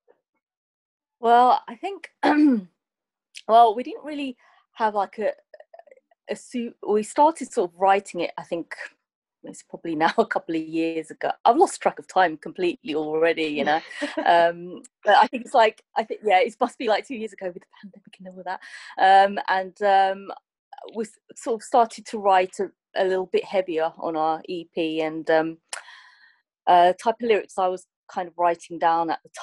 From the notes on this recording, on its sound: I sat down over Zoom